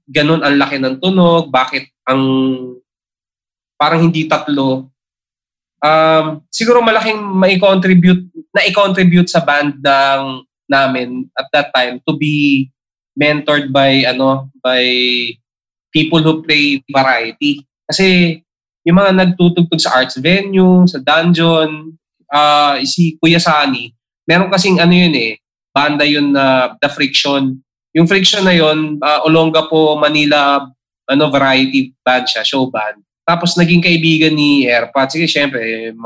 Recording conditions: video call